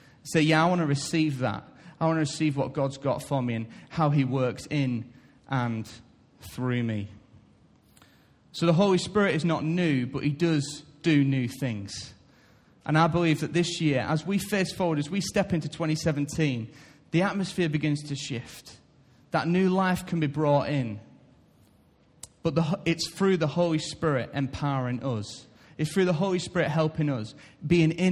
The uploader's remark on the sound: Recorded live at Life Church on Sunday 1st January 2017.